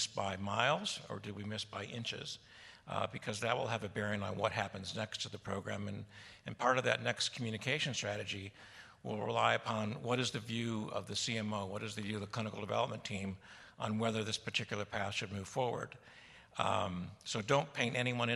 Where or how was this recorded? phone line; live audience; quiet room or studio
live audience